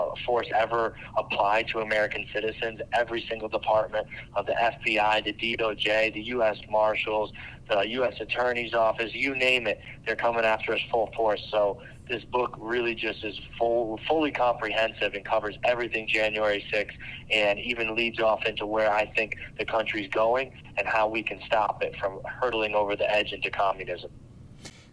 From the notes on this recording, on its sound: He joined us by phone earlier from a maximum security federal penitentiary.